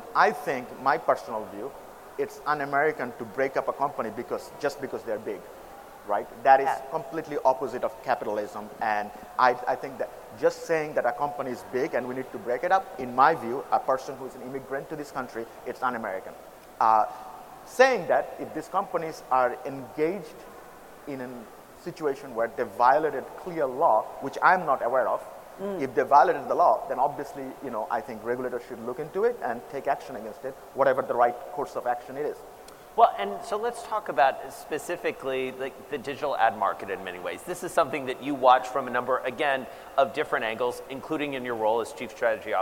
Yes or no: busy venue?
yes